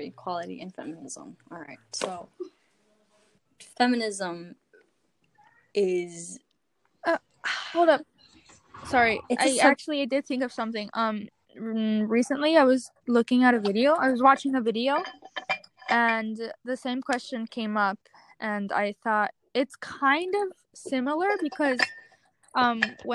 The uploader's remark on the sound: Regardless of the amount of lagging, interrupting, and background noise there is in this episode.